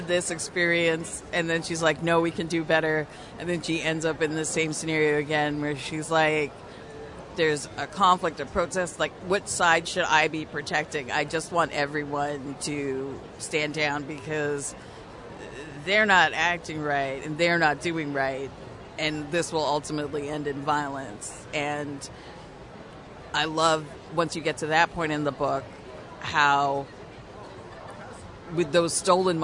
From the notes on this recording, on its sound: Recorded at Fan Expo Canada